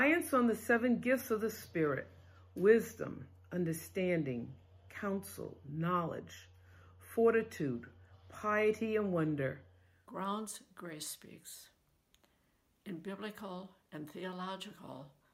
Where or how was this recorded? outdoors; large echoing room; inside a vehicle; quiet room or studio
large echoing room